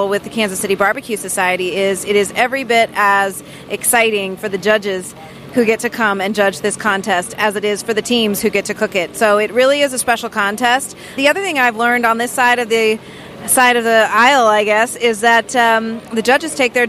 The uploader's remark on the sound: Live &#8220;On The Road&#8221; from The Jack Daniel&#8217;s World Championship BBQ Invitational. Live “On The Road” from The Jack Daniel’s World Championship BBQ Invitational.